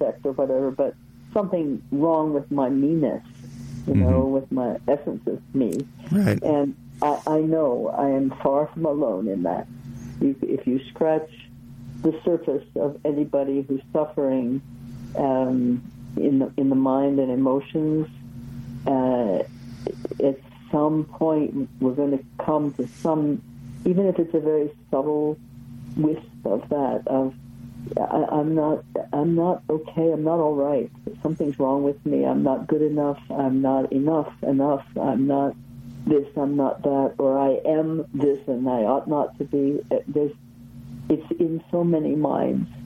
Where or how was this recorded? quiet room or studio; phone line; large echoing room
phone line